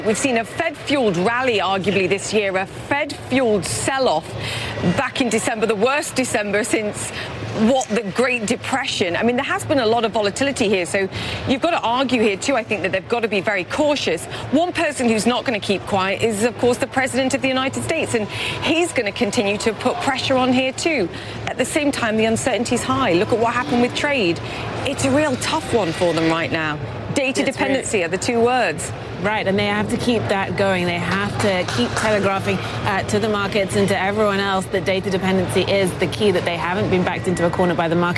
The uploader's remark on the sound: live from the New York Stock Exchange